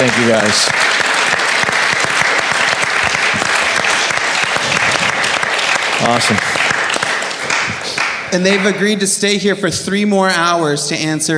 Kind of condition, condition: setting, live audience